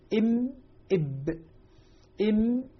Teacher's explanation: الميم والباء من بين الشفتين بانطباقهما إم إب إم. ويقول العلماء أن الميم يعني يشترك فيها باطن الشفة أدخل من الباء، إب إب إم إم إم إب، لكن كلاهما بإطباق الشفتين.